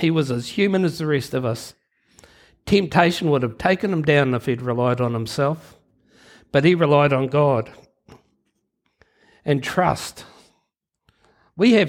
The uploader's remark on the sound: Recorded Live at Harvest Life Church, Blenhiem, New Zealand on Sunday 23 January 2022.